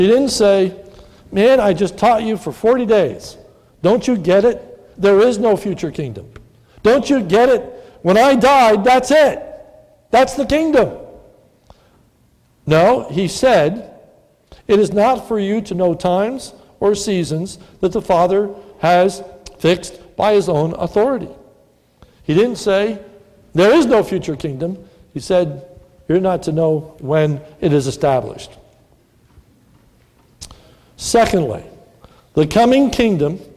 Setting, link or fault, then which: setting, large echoing room